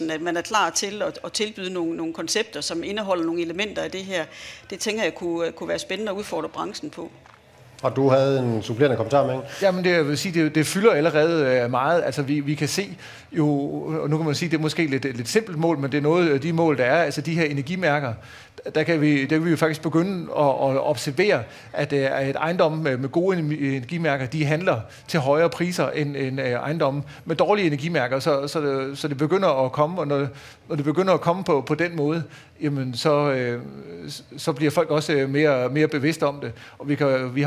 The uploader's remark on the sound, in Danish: udsendelsen er optaget under Aarhus Festuge foran et publikum i Jyske Bank LIVE-studiet på Strøget, Søndergade 5.